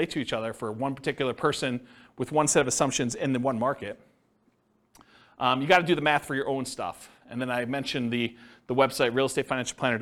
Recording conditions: live audience